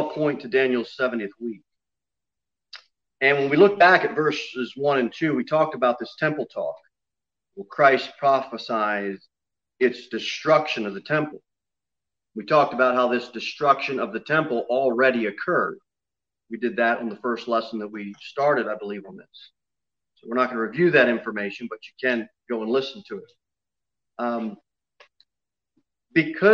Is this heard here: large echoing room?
yes